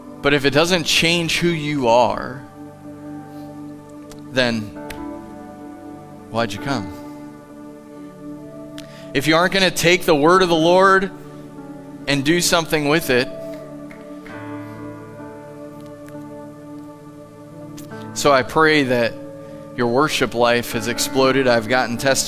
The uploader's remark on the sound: Live from The Summit Church in Dover, OH. Sunday Morning at The Summit.